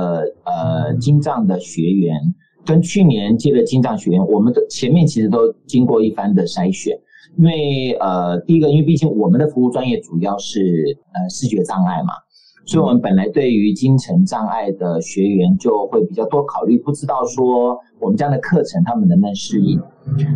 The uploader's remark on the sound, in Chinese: 本集採線上錄音，音質欠佳請見諒